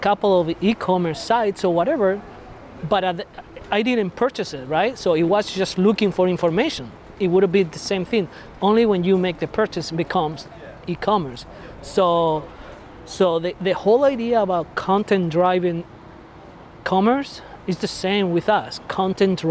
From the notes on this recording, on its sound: This week we do a pub interview. We recorded this outdoors at Steel Toes brewery in Saint Louis Park MN.